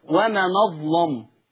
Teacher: ولا ننسى تغليظ اللام لورش، لهم نقل خلاص ده حكم ثم تغليظ اللام، وما نظلم.